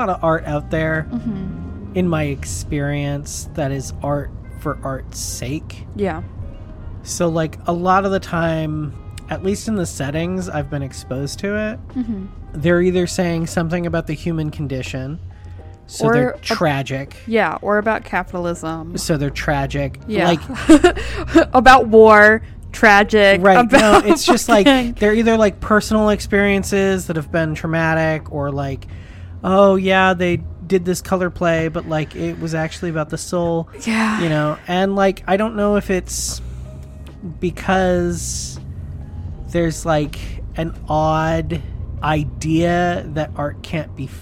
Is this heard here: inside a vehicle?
yes